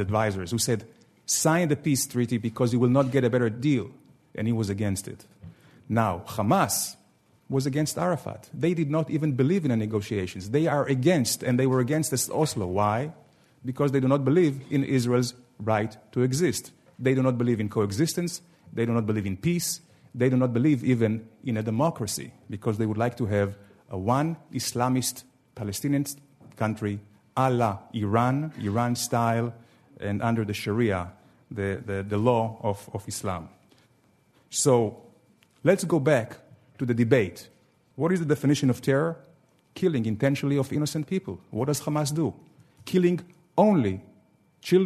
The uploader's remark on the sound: The debate, held in front of a live audience in New York City, lasted well over an hour.